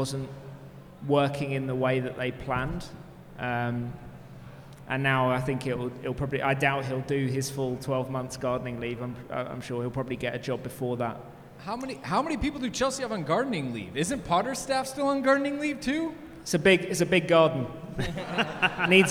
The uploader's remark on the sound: LIVE from Philly